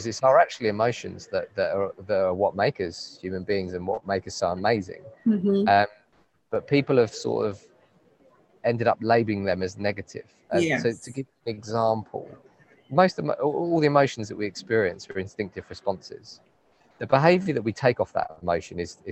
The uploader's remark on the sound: Live and direct from this years CIPD conference in my home town of Manchester.